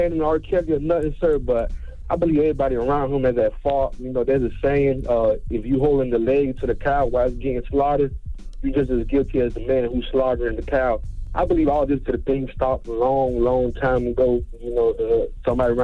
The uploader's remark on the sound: We had to open up the phone lines after the social media response. We opened up the phone lines to see what our listeners thought.